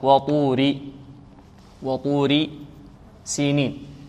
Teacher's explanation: لماذا الطاء فخمناها؟ لأنها من حروف الاستعلاء · Term: الطاء مفخمة